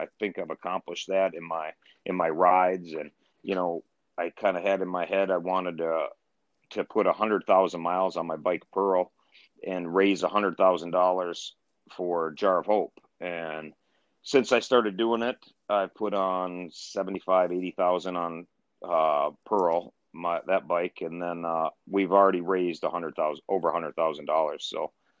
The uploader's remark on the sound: over the phone